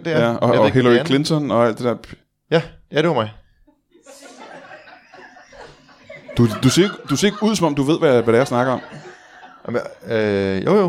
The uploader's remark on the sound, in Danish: LIVE fra Kolding